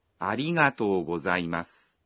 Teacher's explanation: Para pronunciar arigatou, a vogal O da sílaba TO tem som prolongado.